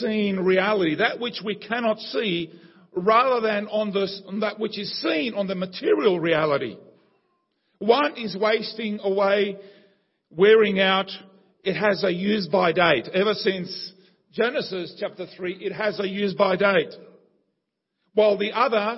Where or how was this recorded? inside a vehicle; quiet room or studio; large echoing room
large echoing room